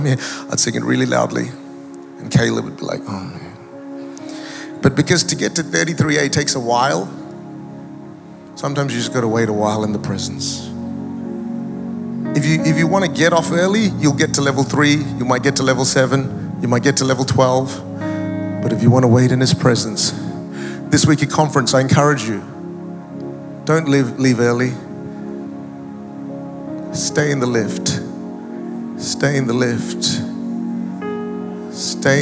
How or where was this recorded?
large echoing room